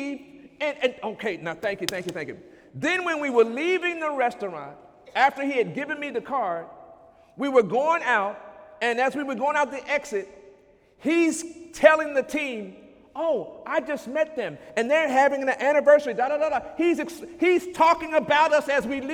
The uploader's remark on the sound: During Sunday morning service on May 7, 2017